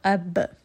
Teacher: So qalqala, as we learn, means that there is a bouncing sound when it comes to the sukoon of this letter. So when we have ba with a sukoon, then we're going to bounce on it a little, a b. And this is one of five letters that have qalqala.